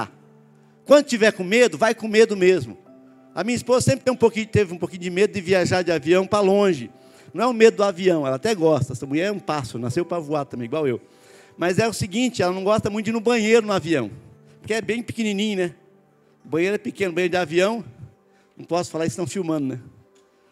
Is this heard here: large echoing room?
yes